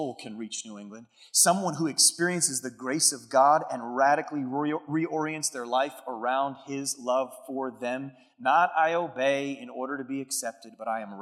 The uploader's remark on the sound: Keynote message from Converge Northeast's October 2023 event, the Advance Conference.